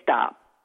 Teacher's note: And we stop the sound. We close our lips and we don't finish the word by opening them again.